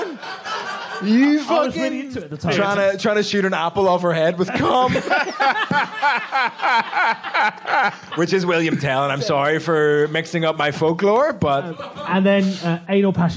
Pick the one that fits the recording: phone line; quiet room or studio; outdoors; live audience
live audience